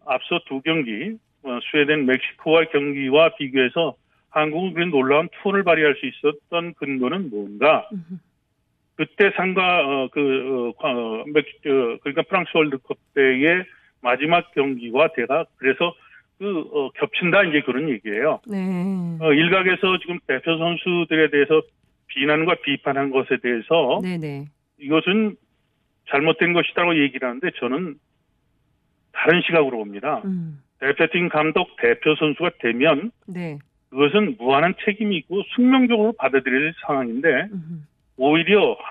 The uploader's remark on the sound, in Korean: 전화연결.